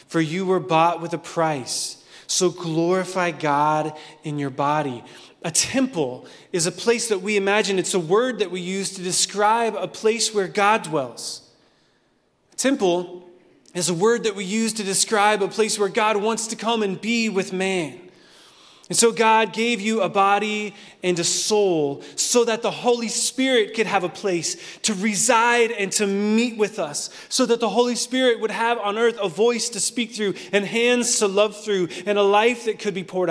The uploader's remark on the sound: Recorded at Hope Church in Springfield, MO.